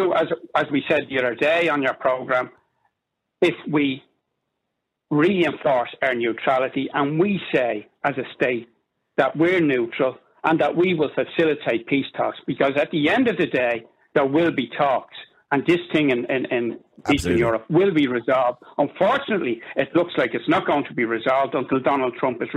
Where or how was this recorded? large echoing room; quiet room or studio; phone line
phone line